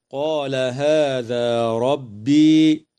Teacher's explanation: مد طبيعي يمد بمقدار حركتين في الألف من كلمة قال، وفي الألفين من كلمة هذا، وفي الياء من كلمة ربي